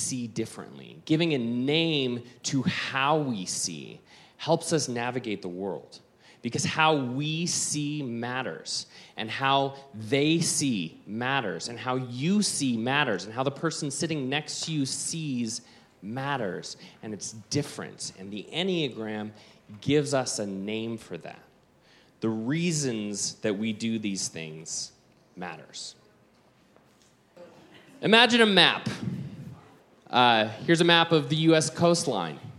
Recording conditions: busy venue